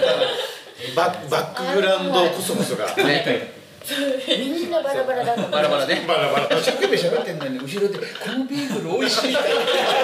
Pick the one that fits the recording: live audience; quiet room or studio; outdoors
live audience